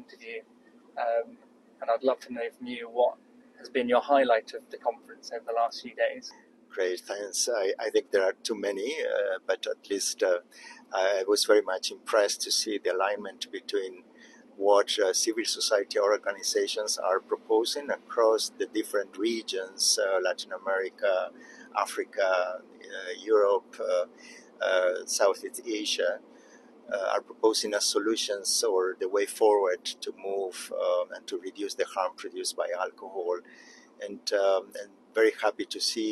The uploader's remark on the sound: we spoke to a number of the attendees at the 7th Global Alcohol Policy Conference in Cape Town